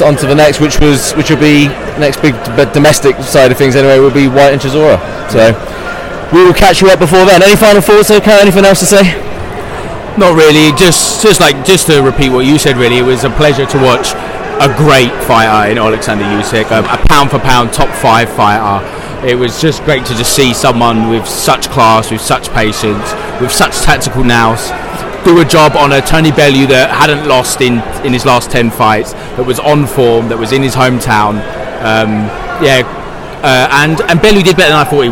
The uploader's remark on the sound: Live from Usyk v Bellew